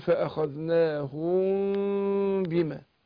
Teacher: فانا بخفي الميم مع انفراج يسير بين الشفتين